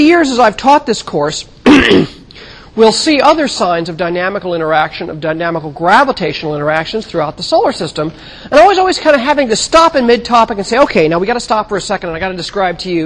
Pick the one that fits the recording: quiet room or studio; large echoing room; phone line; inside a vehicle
large echoing room